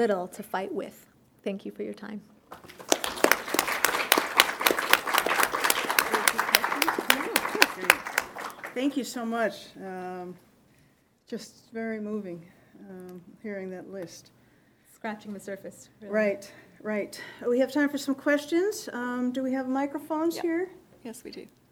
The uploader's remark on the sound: Her remarks were delivered at the February 2015 Conservative Women's Network, a monthly luncheon co-hosted by the Heritage Foundation and the Clare Boothe Luce Policy Institute.